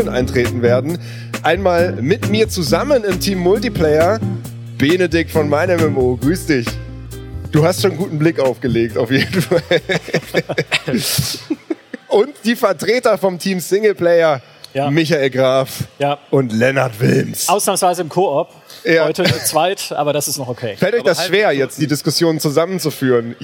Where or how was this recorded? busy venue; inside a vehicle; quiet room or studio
busy venue